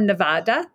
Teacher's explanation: the Spanish ah sound is actually sort of intermediate, the English ah and the English aw. So it's not accurate to say that either one is actually closer.